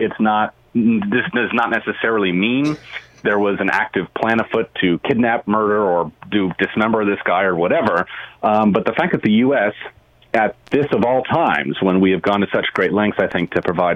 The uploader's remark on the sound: Listeners phone in.